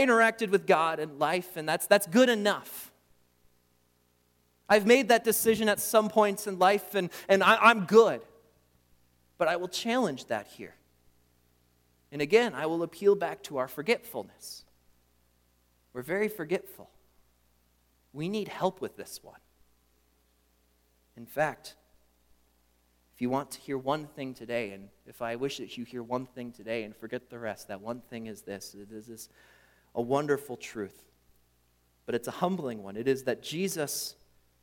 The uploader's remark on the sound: during the Morning Worship Service on Sunday, April 9, 2023, at Calvary Baptist Church in Battle Creek, Michigan